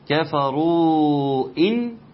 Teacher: عندي مد أتى بعده حرف الهمزة من كلمتين فيكون مد منفصل يمد بمقدار 4 حركات وخمس حركات في رواية حفص عن عاصم من طريق الشاطبية.